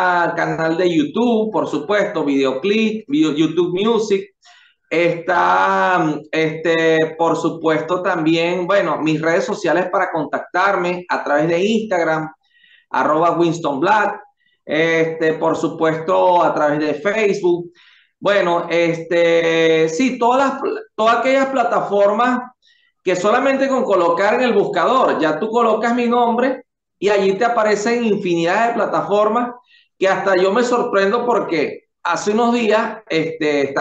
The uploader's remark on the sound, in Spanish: Charlamos vías zoom.